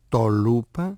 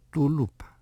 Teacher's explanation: Η τολούπα έγινε τουλούπα. Αφού το «ο» της συλλαβής «το» αφομοιώθηκε από το «ου» της συλλαβής «λου» · Term: αφομοίωση